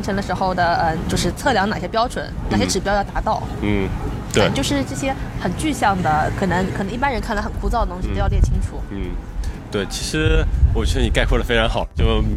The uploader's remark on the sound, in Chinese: 户外录音，稍有杂音